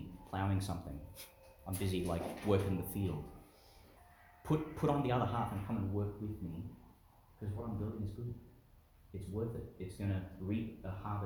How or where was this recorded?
large echoing room